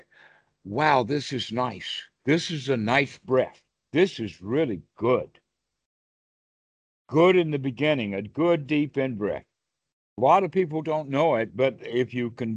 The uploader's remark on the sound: skype calls on this channel